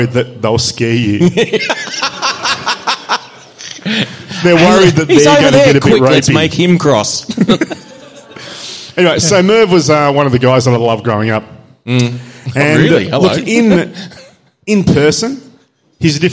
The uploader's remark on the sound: Live Show. With a kickass live audience.